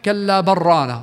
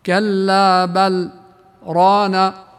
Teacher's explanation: حكم اللام هنا في بل ومع الراء التي بعدها سكت واجب فقط، وليس فيها إدغام متقاربين · Shown in: second take